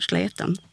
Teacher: i vissa fall även med ett tjockt L upp i norra Småland